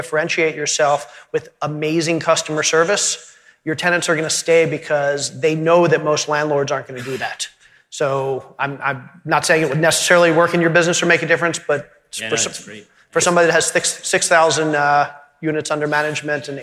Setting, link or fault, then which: setting, live audience